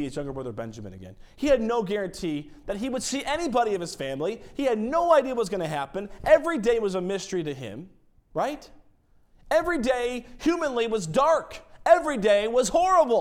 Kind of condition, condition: setting, large echoing room